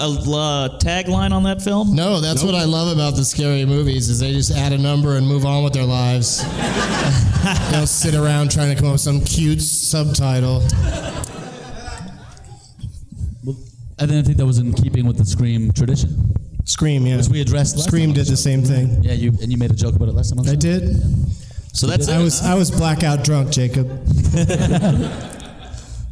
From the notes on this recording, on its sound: Live from the LOL Comedy Club in San Antonio